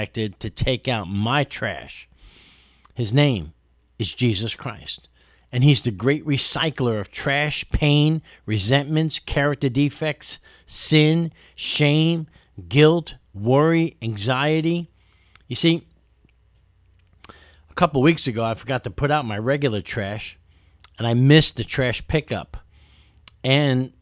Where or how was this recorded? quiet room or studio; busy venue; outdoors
quiet room or studio